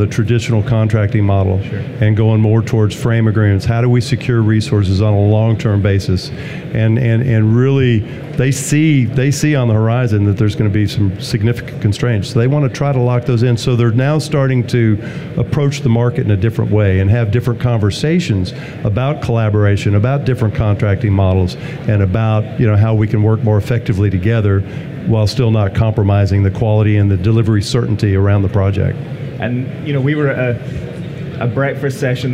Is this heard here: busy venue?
yes